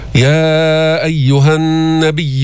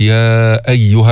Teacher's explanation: بدأنا بالمد المنفصل، مدينا أربع حركات